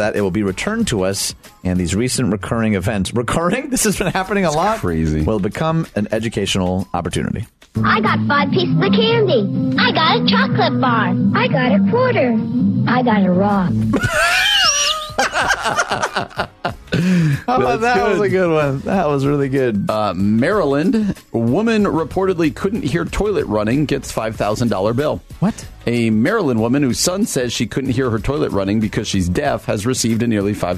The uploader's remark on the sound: We are joined via phone by reporter from the Houston Chronicle.